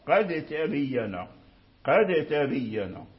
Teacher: فلما تقلقل الدال ابتعد عن التاء · Term: القلقلة